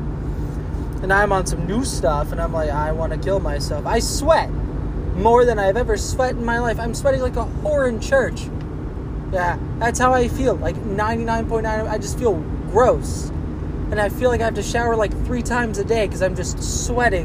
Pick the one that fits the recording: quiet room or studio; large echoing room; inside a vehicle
inside a vehicle